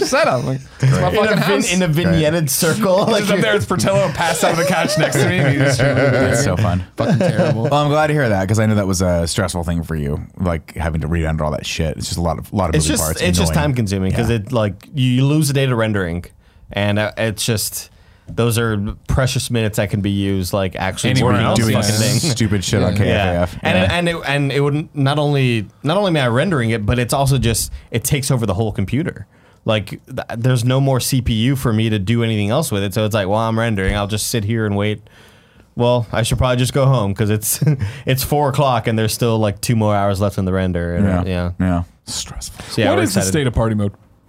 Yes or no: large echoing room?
no